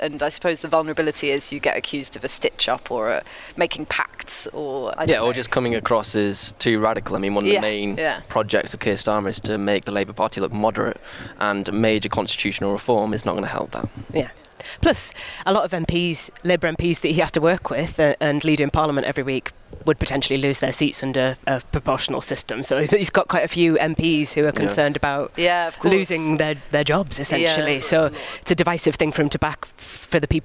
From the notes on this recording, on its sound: report from the Labour Party conference in Liverpool